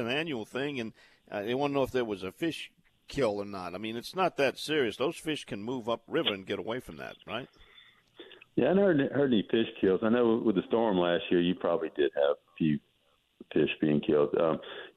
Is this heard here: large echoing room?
no